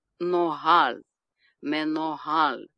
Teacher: Ударение падает на последний слог.